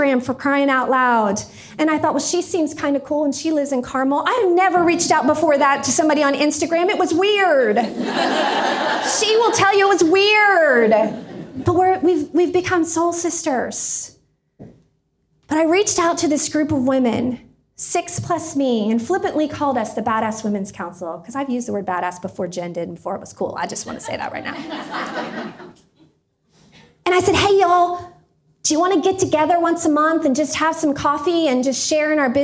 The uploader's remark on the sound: This is the audio from a keynote I did for Linking Indy Women in Indianapolis. This is the audio from a keynote I did for Linking Indy Women in Indianapolis. Over 100 amazing career women came early on January 15th to The Hatch co-working space.